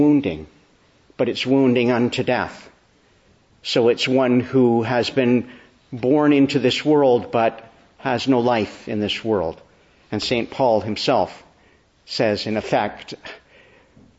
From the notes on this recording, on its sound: Evening Service. Preached on the Feast of Our Lady of Guadalupe at a Mass.